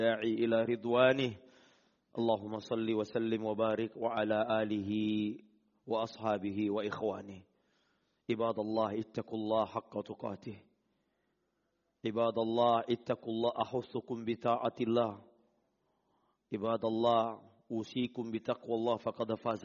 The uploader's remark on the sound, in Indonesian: Rekaman Audio Khutbah Jum'at